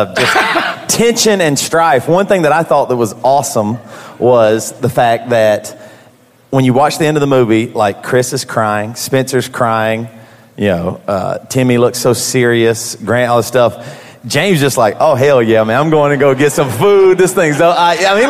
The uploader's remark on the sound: BC Live in Tampa.